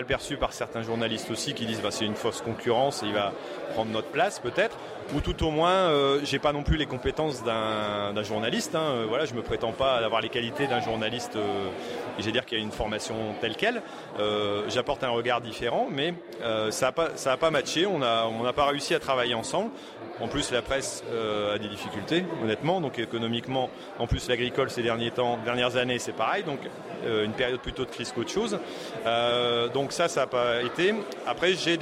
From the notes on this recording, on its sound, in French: À la journée francophone de la vidéo mobile il y a quelques jours à Paris. Cet épisode enregistré entre ateliers et conférences.